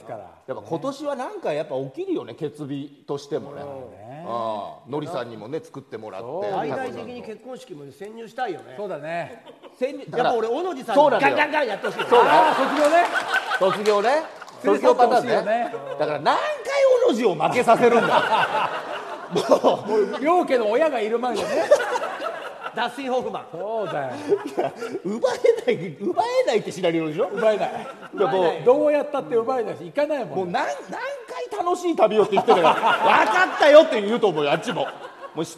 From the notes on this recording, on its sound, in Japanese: 大千秋楽の大阪公演後に公開収録を開催しちゃいました！